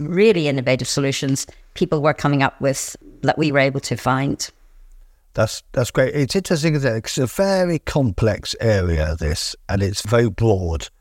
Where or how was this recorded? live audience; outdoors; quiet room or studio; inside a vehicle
quiet room or studio